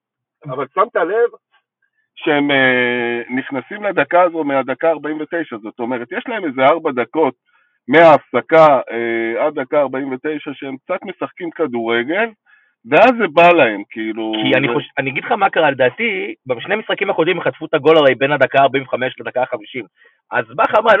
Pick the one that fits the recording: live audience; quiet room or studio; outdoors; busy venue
outdoors